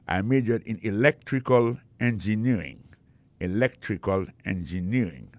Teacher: accent tombé dans electrical là, tombé sur deuxième syllabe là